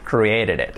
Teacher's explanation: Se juntaría el create, la T, luego el ED y luego el it.